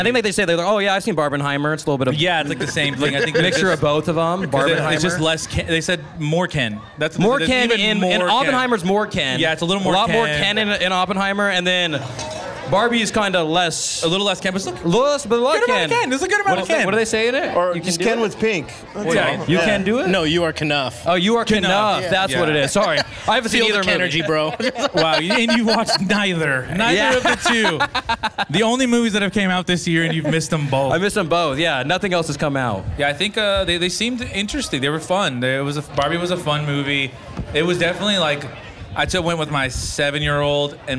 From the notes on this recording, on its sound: We did a live podcast at the last Supermarket event held at the Tioga Sequoia block party in Merced.